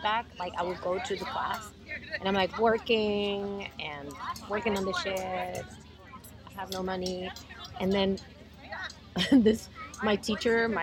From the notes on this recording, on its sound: Recorded during the Riverside Arts Festival hosted by KIAC